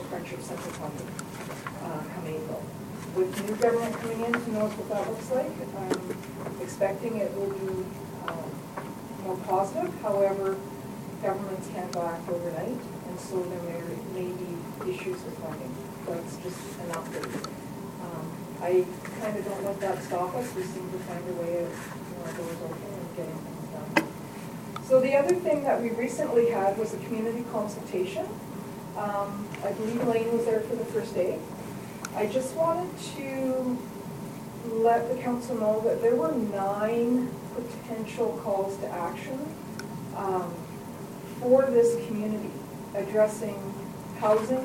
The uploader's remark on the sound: Audio recording of the November 23, 2015 Regular Meeting of Peace River's Town Council.